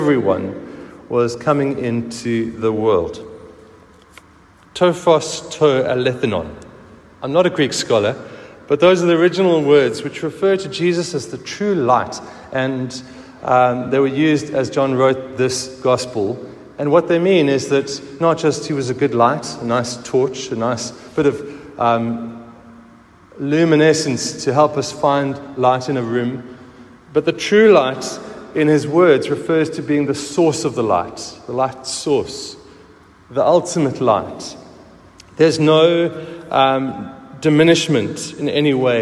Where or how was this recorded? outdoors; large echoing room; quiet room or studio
large echoing room